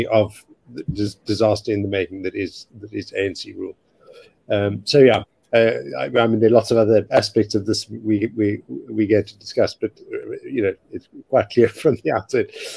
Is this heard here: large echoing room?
no